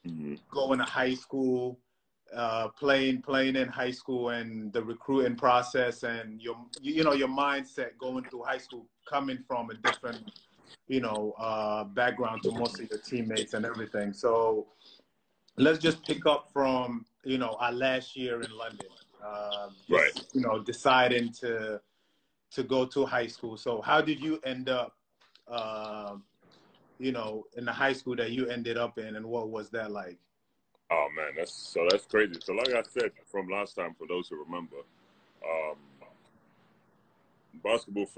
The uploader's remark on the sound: With the world locked down during the coronavirus pandemic.